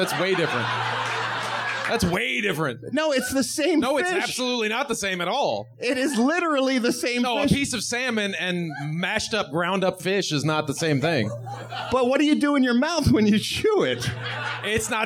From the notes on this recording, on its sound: It's THE … REPORT LIVE on-stage at the world famous Improv comedy club in Hollywood. Doing the show in front of a sold-out crowd of … members!